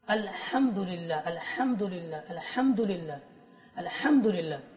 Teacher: আচ্ছা সূরা ফাতিহা আপনি পড়ছেন, এখন সূরা ফাতিহার মধ্যে কি পড়ছেন, হা একটা হচ্ছে হা, আর একটা হচ্ছে মানে একটা হচ্ছে হায় হুত্তি, আর একটা হচ্ছে হায় হাওয়াজ। তো হায় হুত্তি ফলকের মধ্যখান থেকে উচ্চারণ করবো আমরা